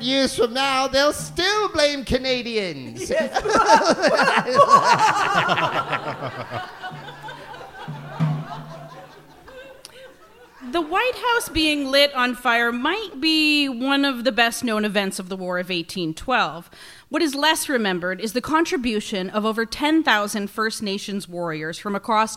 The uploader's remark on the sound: It's our first live show! Recorded in front of an audience for the Hotdocs Podcast Festival.